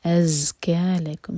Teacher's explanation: یہ ز buzzing sound آنا چاہیے